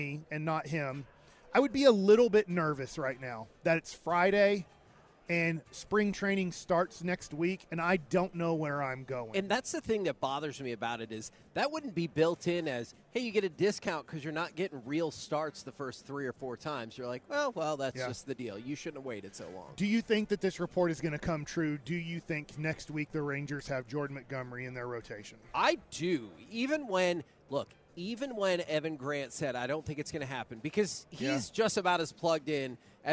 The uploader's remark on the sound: LIVE from Radio Row in Las Vegas!